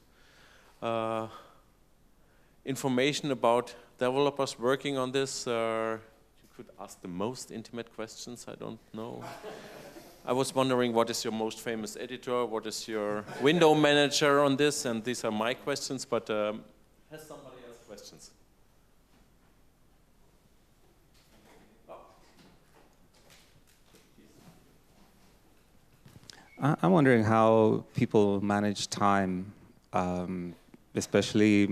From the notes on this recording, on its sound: Moderated panel discussion with Osmocom developers and public Q&A